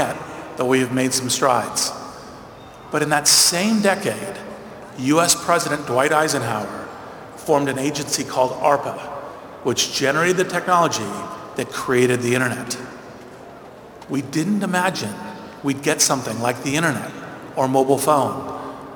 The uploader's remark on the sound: Commencement Speech at Bologna Business School. At the Bologna Business School at the University of Bologna, the oldest university in the Western world.